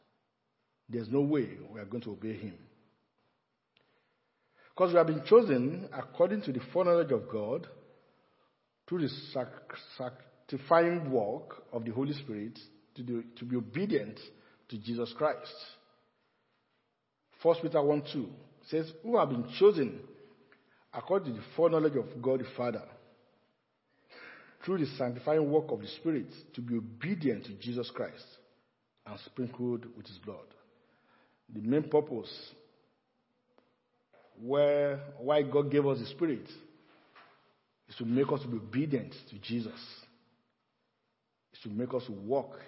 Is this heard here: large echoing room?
yes